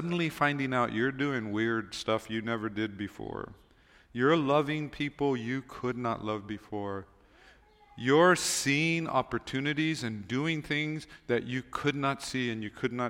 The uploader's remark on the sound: Recorded on December 31, 2023 at Waialae Baptist Church.